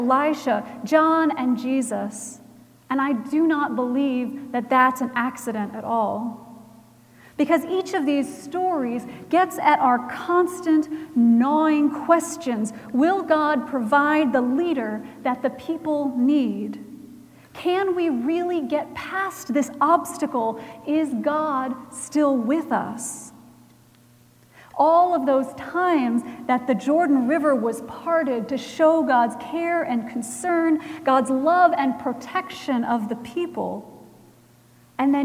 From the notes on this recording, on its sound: Recorded January 14, 2018 at Trinity Presbyterian Church in Bixby, Oklahoma.